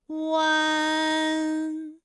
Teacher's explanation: 降到半低前元音 i 的位置就开始升高，发 i 后软腭下降，逐渐增强鼻音色彩，舌尖迅速移到上齿龈，最后抵住上齿龈，做出发鼻音呢的状态。大家可以跟我来感受一下啊，一样。哎，这三个音发完整，我们每一个状态呢都能知道它的音的流向，当然最后一定还是要归到鼻音呢才算是发完整。好，大家一起来跟我来发下面这组词：艰险、简便、连篇。好，我们继续再来发乌安。乌安的发音的时候呢，是从元唇的后高元音乌开始，口型迅速的由合口变为开口状，舌位向前迅速滑降到不圆唇的前低元音啊的位置呢，就开始升高，发啊后软腭下降，逐渐将鼻音色彩增强，舌尖迅速移到上齿龈部，最后抵住上齿龈，发出鼻音呢的状态。看啊，大家感受一下从合口改为开口状的状态，弯，是不是先从合口，然后最后变成了一个开口的状，然后最后尾音的时候呢，是要到达一个鼻腔，发出一个鼻音呢的状态，弯，哎，它就发完整了。